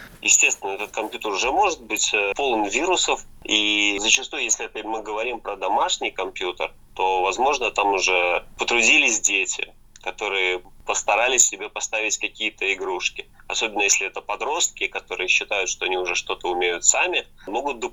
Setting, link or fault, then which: link, phone line